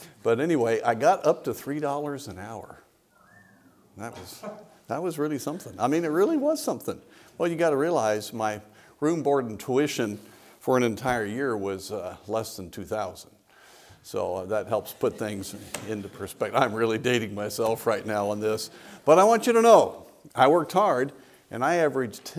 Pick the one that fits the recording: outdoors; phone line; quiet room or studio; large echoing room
large echoing room